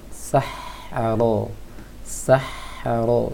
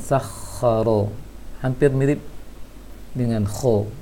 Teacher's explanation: seharusnya angin saja, tidak ada ganjalan yang terasa di tenggorokan atas. · Shown in: first take